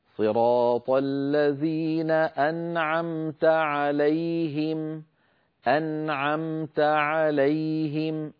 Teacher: انتقلت من النون إلى العين مباشرة بدون أن أزيد في زمن الغنة · Term: إظهار النون الساكنة